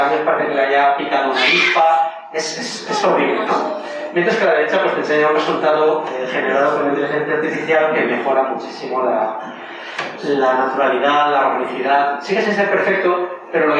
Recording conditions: poor microphone